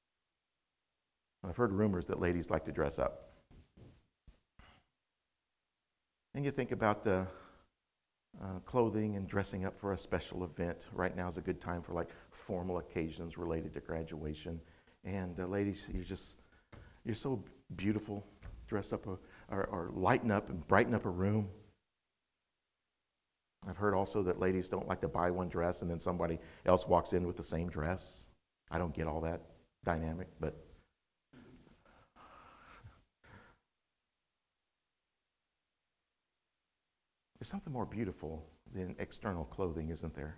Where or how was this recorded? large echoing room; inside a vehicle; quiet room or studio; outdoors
large echoing room